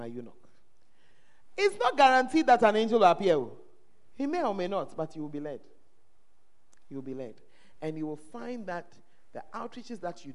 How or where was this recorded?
live audience